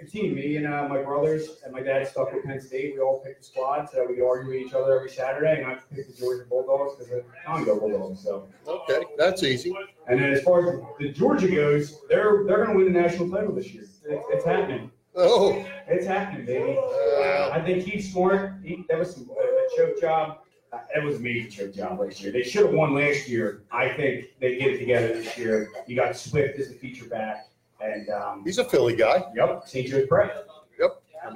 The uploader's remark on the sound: Live at Irish Rover. Here's the audio from our second live-on-location Irish Rover show. Always fun to be out in public to see a bunch of our listeners in the flesh!